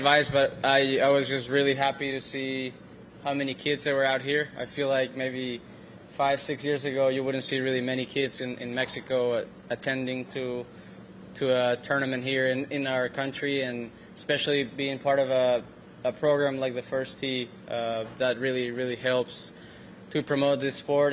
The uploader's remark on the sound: LIVE from French Lick Resort in Indiana.